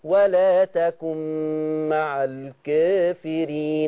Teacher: ولا تكن مع الكافرين، هيقراها ورش بالتقليل